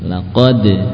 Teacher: ujung lidah dengan pangkal gigi seri atas · Term: huruf ujung lidah